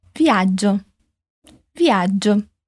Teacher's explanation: Viaggio tem esse G duplo, então a gente dá uma entonaçãozinha mais forte para ele.